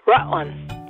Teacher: in Rutland, we don't say our middle or final consonants